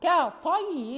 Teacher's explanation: وكذلك لأنه إذا جاوره حرف مستعلي مطبق ربما نطقنا بالكاف يعني مفخمة ك، فالكاف هي مستفلة ومرققة